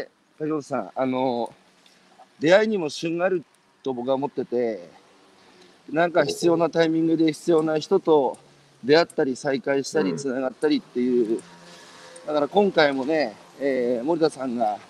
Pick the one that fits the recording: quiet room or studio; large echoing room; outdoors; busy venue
outdoors